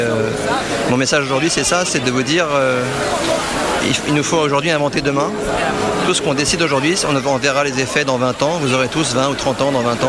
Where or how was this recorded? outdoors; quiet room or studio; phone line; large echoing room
outdoors